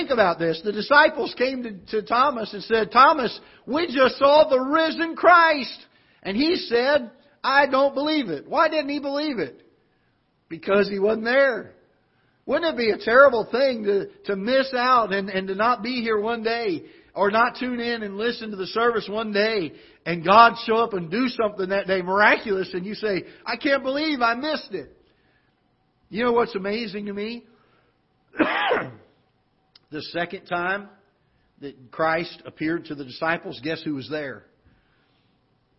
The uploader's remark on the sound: Ketha Heights Baptist Church ~ Live Broadcast